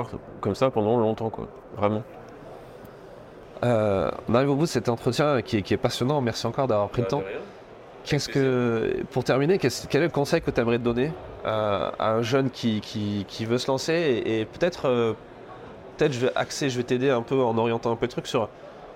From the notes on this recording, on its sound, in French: Un nouvel épisode enregistré sur le salon Milipol à Paris.